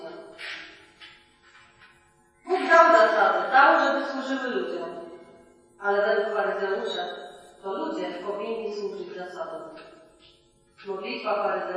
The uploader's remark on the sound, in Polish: Przepraszamy za słabą jakość nagrania. Kazanie najlepiej wysłuchać na słuchawkach.